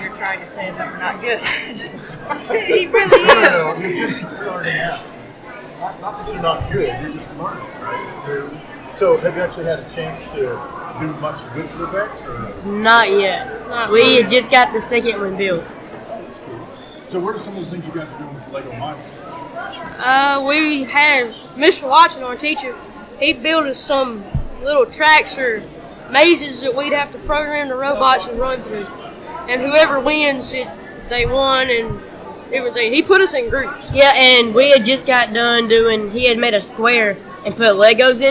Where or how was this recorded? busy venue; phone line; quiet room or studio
busy venue